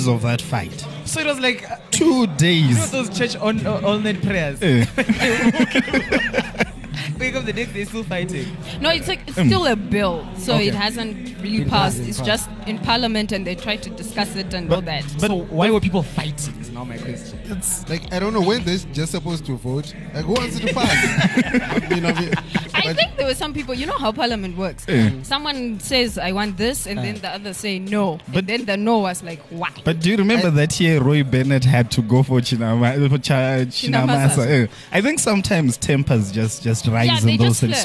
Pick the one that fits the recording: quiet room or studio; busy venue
busy venue